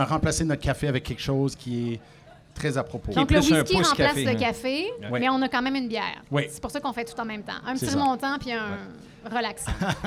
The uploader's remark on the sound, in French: En direct du Festival flying canöe volant. Enregistré devant public. Au Café bicyclette de la Cité francophone dans le cadre du festival Flying Canoë Volant.